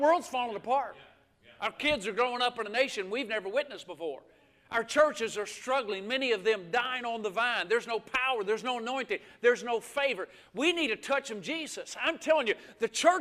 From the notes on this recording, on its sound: This message was recorded live at Winfield Free Will Baptist Church located at 1960 US Hwy 43 in Winfield, Alabama.